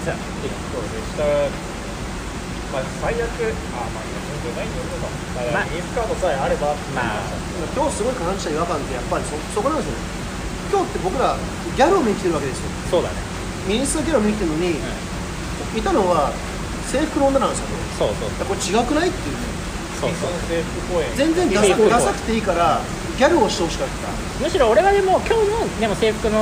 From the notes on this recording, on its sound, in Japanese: 土砂降りのなかで録音したので音悪いです